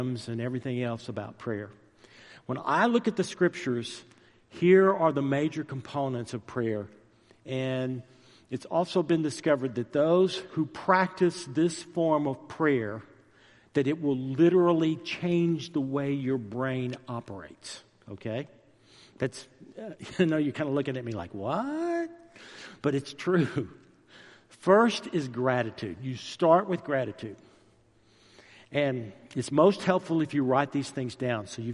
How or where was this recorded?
large echoing room